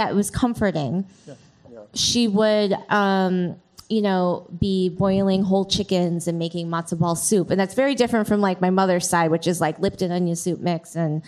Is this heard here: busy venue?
yes